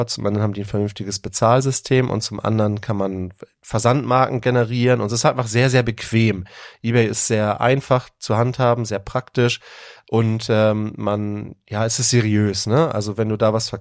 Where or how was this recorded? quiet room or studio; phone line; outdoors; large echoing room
quiet room or studio